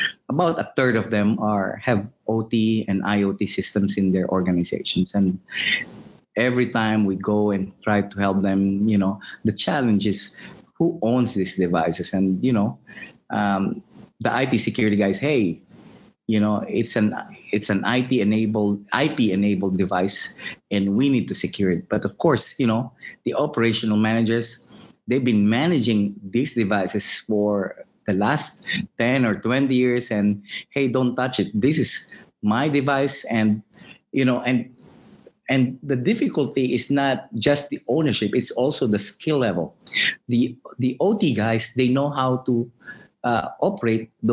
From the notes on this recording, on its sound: The webinar concluded with a Q&amp;A session with all three speakers.